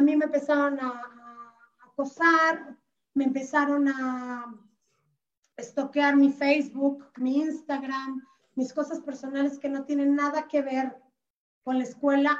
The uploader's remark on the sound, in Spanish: Se transmitió vía ZOOM y Facebook Live